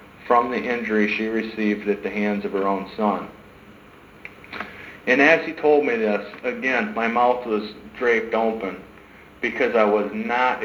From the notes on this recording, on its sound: sermons preached in 2012 at Hope in Christ church